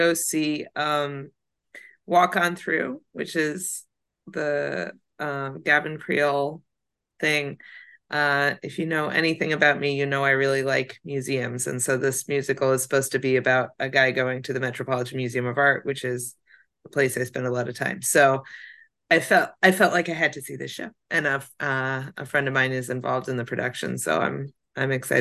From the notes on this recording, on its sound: This discussion was held live on Sunday, December 17th on Scene to Song’s Facebook page, and was recorded for this podcast almost in its entirety.